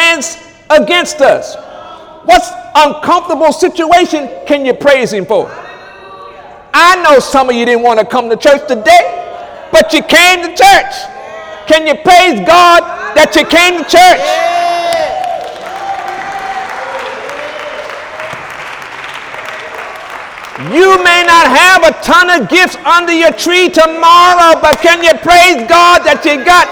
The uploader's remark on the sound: During Sunday morning service on December 24, 2017.